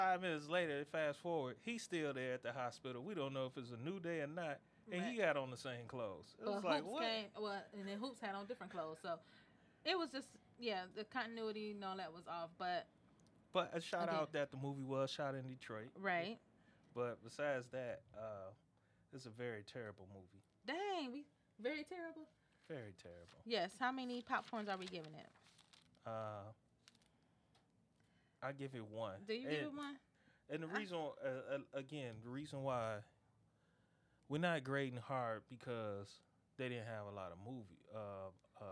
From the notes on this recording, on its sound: And, oh, the audio is low.